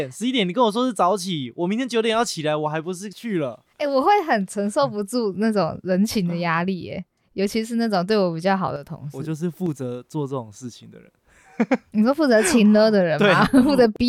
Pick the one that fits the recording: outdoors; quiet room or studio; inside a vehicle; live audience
quiet room or studio